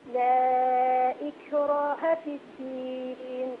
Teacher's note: الكاف ليست مقلقلة، إك شديدة مهموسة